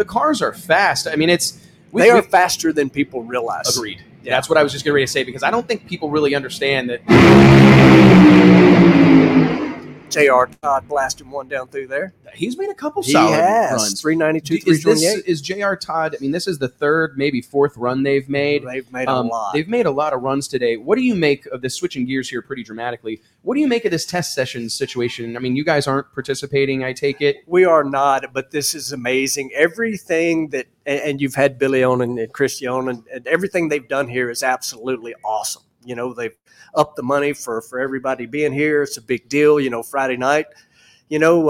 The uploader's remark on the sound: Live from the Texas Stampede of Speed.